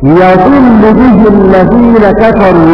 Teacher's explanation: يضل به الذين كفروا بفتح الياء من الفعل ضل